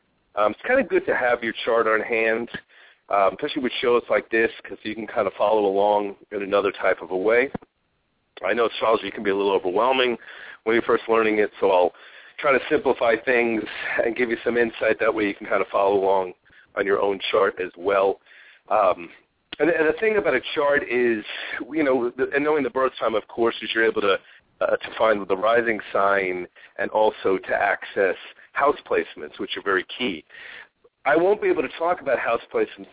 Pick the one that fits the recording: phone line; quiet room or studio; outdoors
phone line